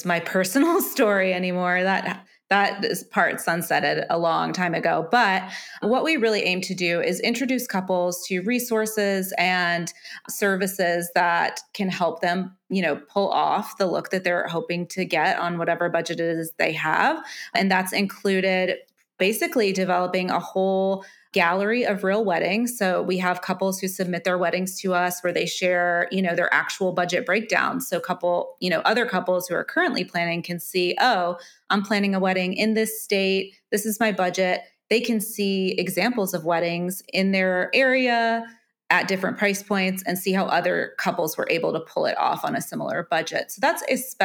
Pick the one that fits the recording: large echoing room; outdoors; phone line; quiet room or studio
quiet room or studio